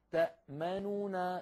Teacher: ثلاثة أحرف كلها فيها غنة من الأنف وهي متحركة. لو كان فيها ساكن يعني كان السكون يلطف الأمر، فهذا الثقل بسبب توالي ثلاثة أحرف مغنونة متحركة جعل العرب يميلون إلى التسكين للتخفيف أو تغيير الحرف الأوسط من حيث الحركة للتخفيف من هذا الثقل.